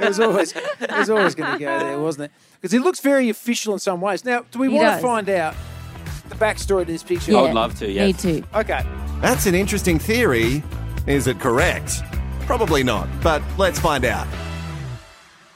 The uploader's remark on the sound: LIVE SHOW. Recorded Live at Comedy In The Vines 2023.